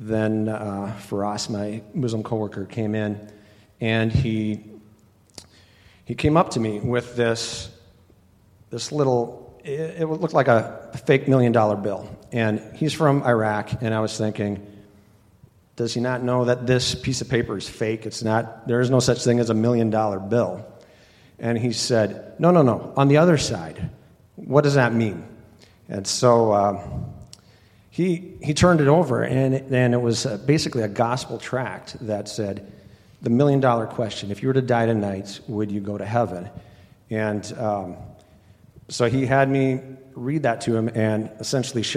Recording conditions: live audience